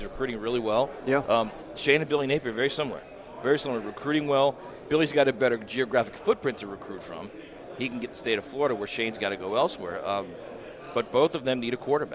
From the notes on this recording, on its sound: live from 2023 SEC Media Days in Nashville Tennessee